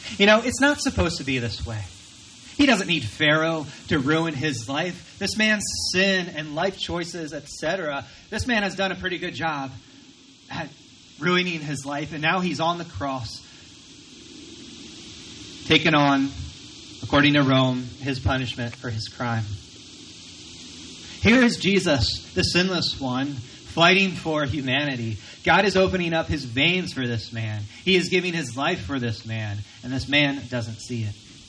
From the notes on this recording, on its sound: Recorded from our outdoor worship gathering.